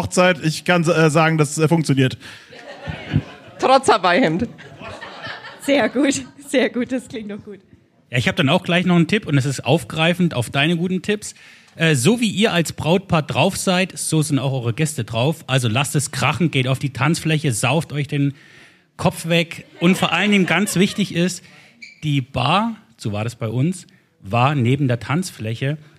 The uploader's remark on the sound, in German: Live im Afterwork in Nürnberg von podYou aufgezeichnet. Ein Live Podcast Event, das von der Podcast Brause jeden ersten Mittwoch im Monat veranstaltet wird. Unser Live Publikum hat am Ende der Folge, und das ist das besondere an dieser Aufzeichnung, Tipps für Hochzeitspaare.